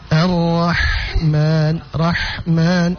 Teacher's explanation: ha sukun itu nanti dibaca dengan cara mengeluarkan angin saja ya